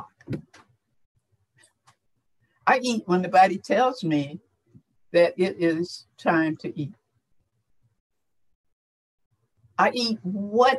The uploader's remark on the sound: FIRST time doing a Zoom interview!